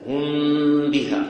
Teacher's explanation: الميم المخفى، أنت لما تنطق ميم لا تنطق ميما، لا تنطق ميما، بل تذهب إلى مخرج الباء